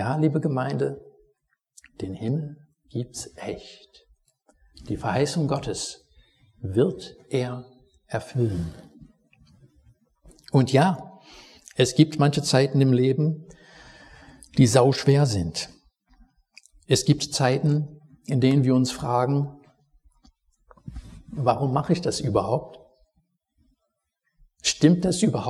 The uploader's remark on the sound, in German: Predigt aus dem Gottesdienst vom 21.